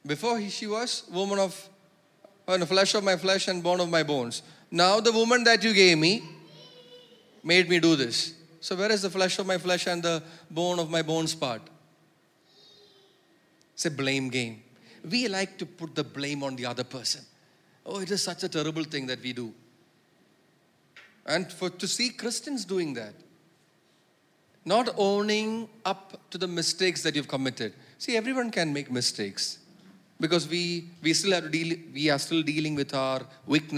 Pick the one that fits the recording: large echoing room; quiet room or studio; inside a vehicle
large echoing room